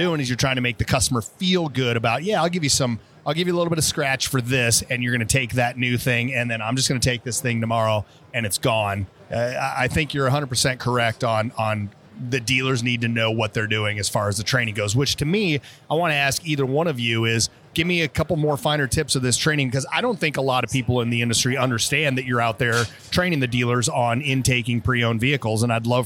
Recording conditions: busy venue